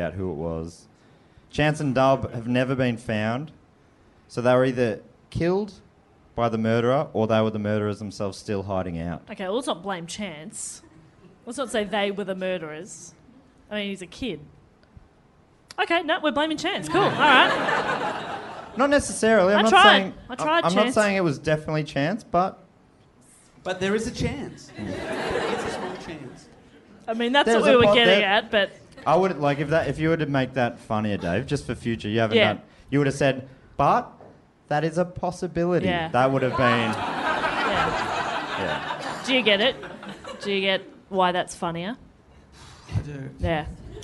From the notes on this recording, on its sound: This year's Christmas Special was recorded live in Brisbane.